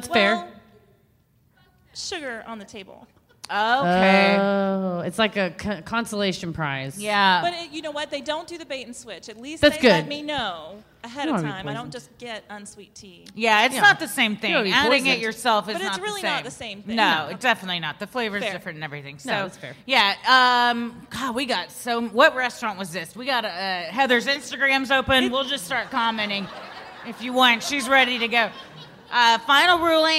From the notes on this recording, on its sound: Recorded Live at LOL San Antonio.